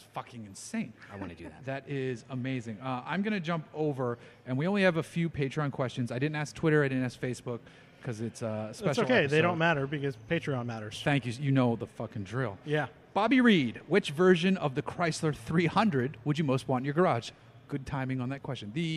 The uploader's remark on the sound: We recorded this episode live at Four Sons Brewery in Huntington Beach, CA.